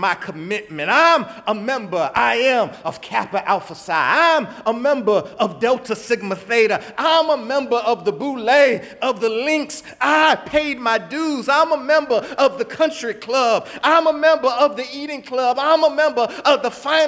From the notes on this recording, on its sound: in the Memorial Church service at the Knafel Center